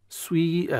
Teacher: أصروا على الضمة ولكن نقرأ بياء مادية، فأتوا بجزء من الضمة في البداية ثم الانتقال إلى كسرة سويئة هكذا.